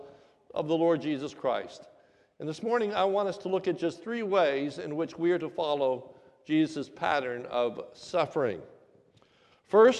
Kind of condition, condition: setting, large echoing room